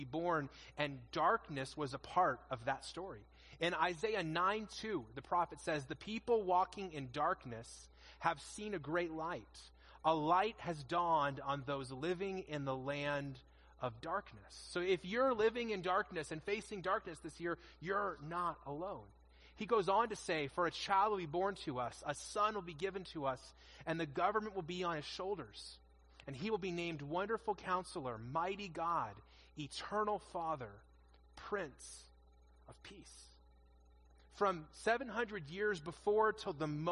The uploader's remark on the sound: In this message delivered at our 2021 Christmas Eve services